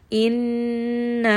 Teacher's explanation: This is actually an akmal ghunna. Because we see noon with a shadda, this is going to be the highest level of ghunna. And you can hear that we are going to spend some time on this and we're going to bring it up into the nose.